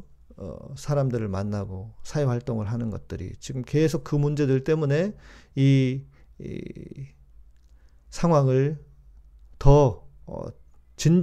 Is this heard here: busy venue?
no